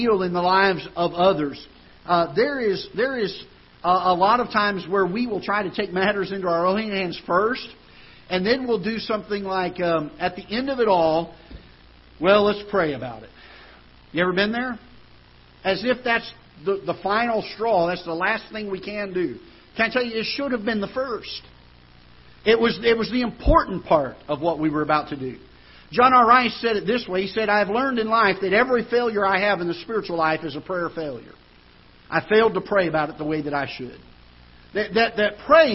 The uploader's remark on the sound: Ketha Heights Baptist Church ~ Live Broadcast